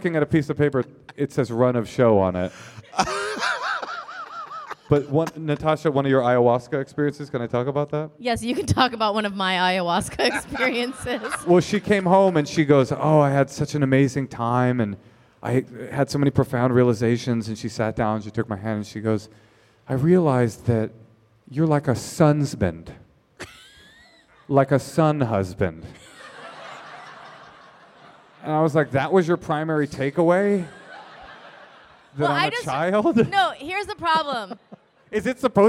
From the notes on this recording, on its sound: This week’s episode is the audio from our show at SF Sketchfest last weekend! They give advice to three live couples.